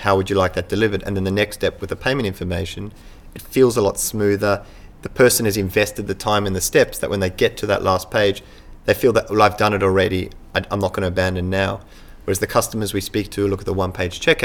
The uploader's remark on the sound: Recorded at Online Retailer 2017 in Sydney.